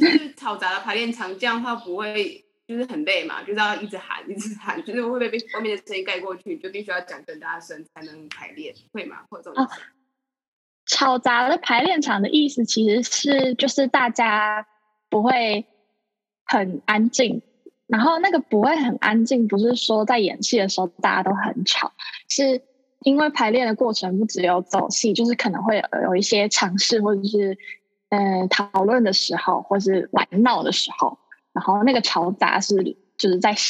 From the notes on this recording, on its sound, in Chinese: 遠距錄音下難以避免的音質問題又出現了